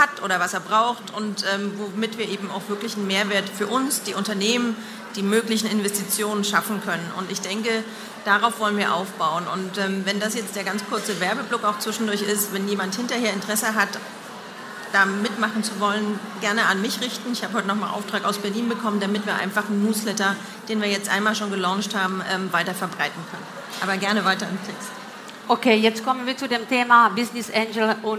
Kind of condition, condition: setting, busy venue